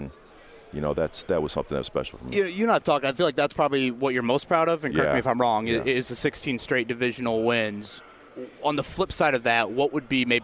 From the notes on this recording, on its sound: joins the guys live at the Combine